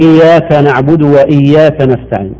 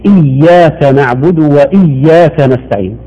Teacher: والصحيح إياك نعبد وإياك نستعين، يشدد ويمكن الياء من التشديد · Shown in: second take